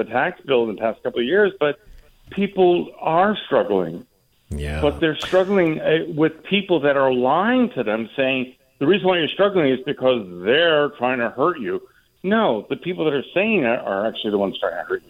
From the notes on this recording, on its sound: take calls